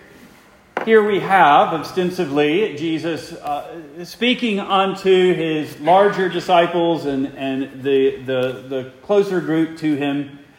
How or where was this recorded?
large echoing room